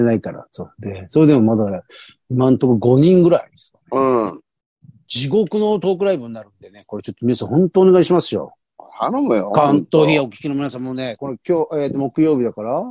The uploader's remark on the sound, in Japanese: ZOOMで収録